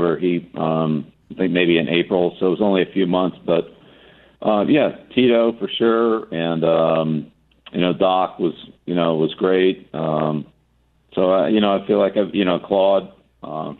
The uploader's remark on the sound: Via phone for the Coaches’ Round Table at Fenway Park.